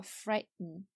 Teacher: 美式英语里这个 t 后面有一个 n，直接接一个 n 的发音，中间呢有时候有个元音也无所谓，都会把 t hold 住